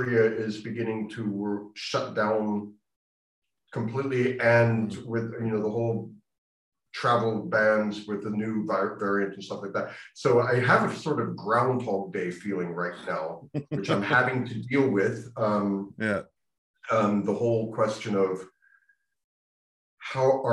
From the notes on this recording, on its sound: This interview was recorded on 1st December 2021 via Zoom.